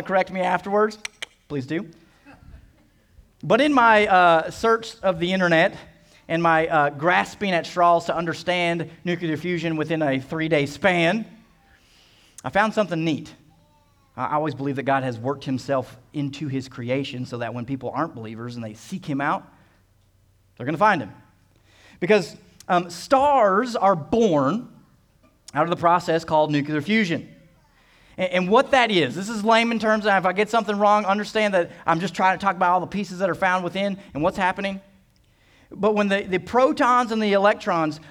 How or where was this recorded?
large echoing room